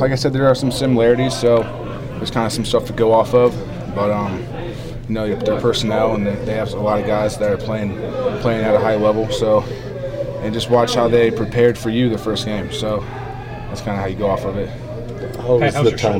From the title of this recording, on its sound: Locker Room Sound From Winter Park